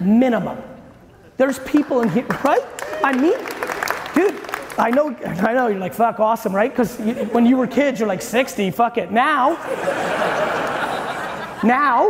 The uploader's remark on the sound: you get a throwback clip today from a keynote